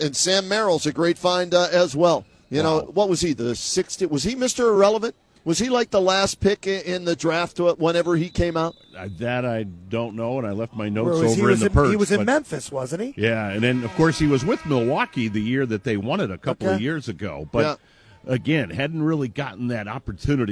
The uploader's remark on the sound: live from Rocket Mortgage Fieldhouse